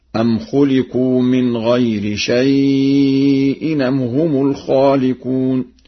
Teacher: يقرأ بنقل حركة الهمز إلى الساكن قبله في مثل: أم خلقوا من غير شيء أم هم الخالقون، أم خلقوا السماوات والأرض، إلى غير ذلك.